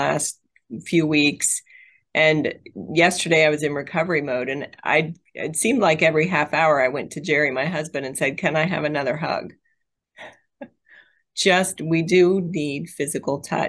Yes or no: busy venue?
no